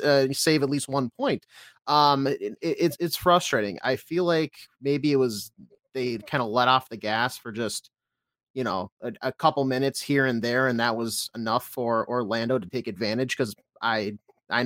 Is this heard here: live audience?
no